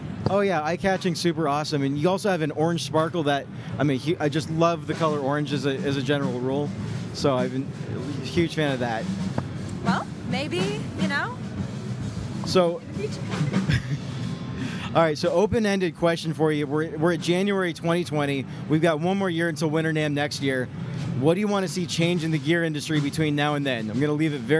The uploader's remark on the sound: takes a field recorder to the NAMM floor